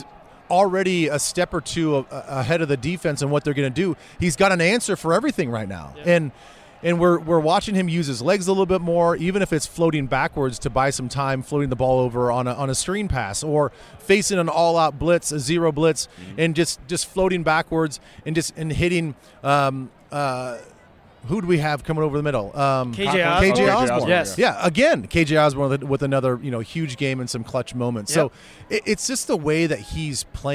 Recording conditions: busy venue